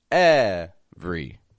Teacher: Again, it's spelled every, E V E R Y, but I'm taking that middle E right out.